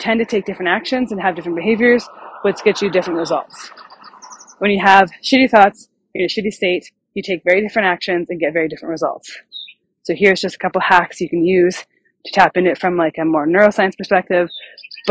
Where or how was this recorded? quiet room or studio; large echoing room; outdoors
outdoors